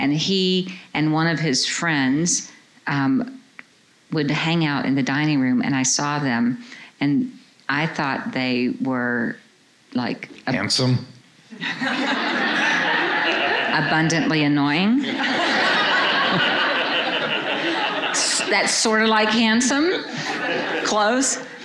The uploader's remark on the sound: Answer questions from a live audience at the It's Not Me; It's You Marriage Conference hosted by Calvary Church in Muscatine, Iowa.